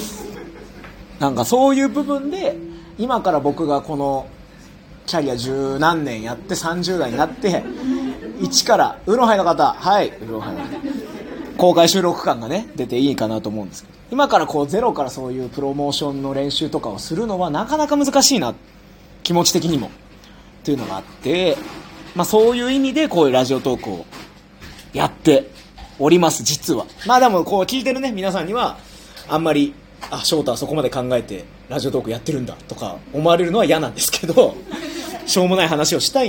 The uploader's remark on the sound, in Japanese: 初・公開収録！！トークライブの前に公開収録！！